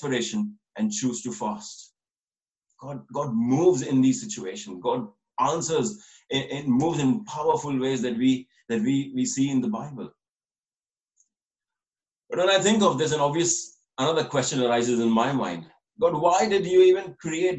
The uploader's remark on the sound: This message was recorded over Zoom, so please excuse any issues with the quality of recording.